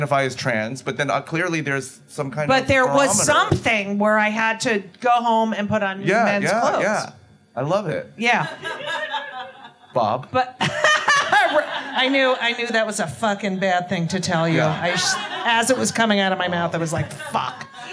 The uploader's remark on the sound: LIVE from Club Cumming ! LIVE from Club Cumming !